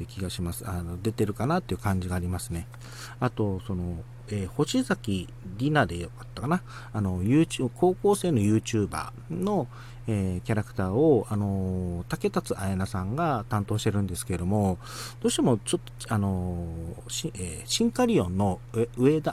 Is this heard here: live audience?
no